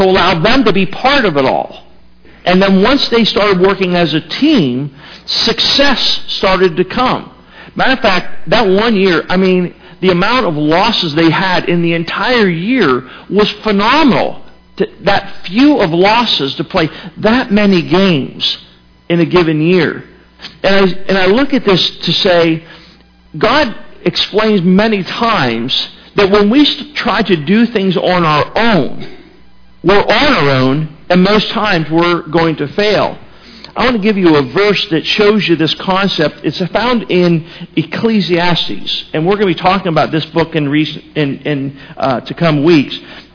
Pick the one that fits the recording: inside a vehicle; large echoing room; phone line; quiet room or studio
large echoing room